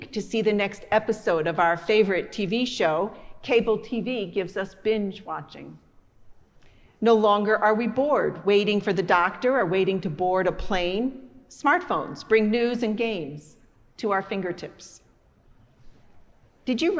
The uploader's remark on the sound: Sunday Sermon. Preached at our celebration of the Holy Eucharist on the Fourth Sunday after Pentecost.